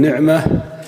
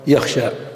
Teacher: هي نطق الفتحة بين الفتحة والكسرة، نحو نعمة، ونطق الألف بين الألف والياء · Term: الإمالة